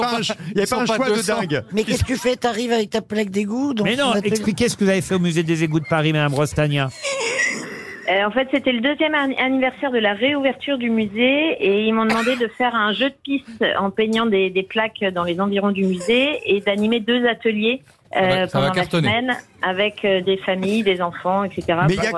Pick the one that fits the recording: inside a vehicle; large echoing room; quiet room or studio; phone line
phone line